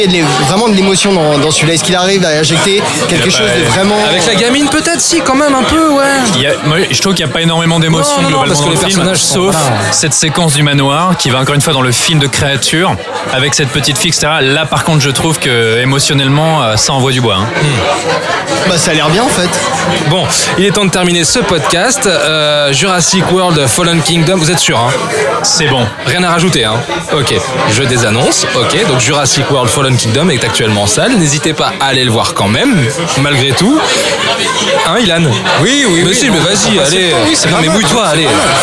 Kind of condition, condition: setting, busy venue